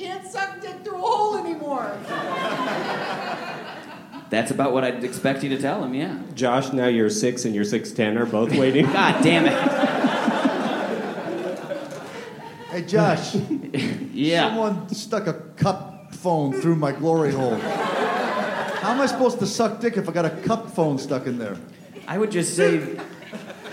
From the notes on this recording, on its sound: Recorded Live at UCB Sunset. With a live show at the UCB Sunset Theater in Los Angeles!